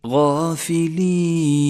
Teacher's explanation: انتبه بعد ذلك إلى حرف الألف المفخم في كلمة غافلين غافلين، فخم حرف الألف لأنه سبق بحرف الغين وهو حرف مفخم دائما، والألف تتبع ما قبلها في الترقيق والتفخيم.